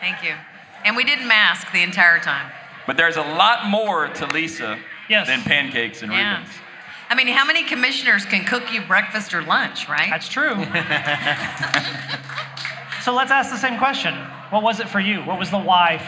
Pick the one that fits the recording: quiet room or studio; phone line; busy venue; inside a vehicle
busy venue